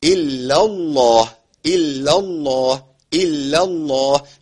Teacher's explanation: اللام الأولى مرققة، واللامين اللي بعد كده لامين إيه؟ في حال تفخيم، اللي هم لام اسم الجلالة المشددة، بغلظ اللامين الاثنين. · فلام اسم الجلالة هنا تفخم في كلمة الله